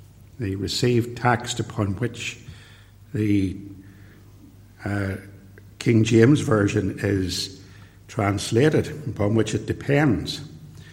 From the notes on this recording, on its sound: Preached at Ballymacashon and Templepatrick Reformed Church. Recorded at TRC and used here with their kind permission.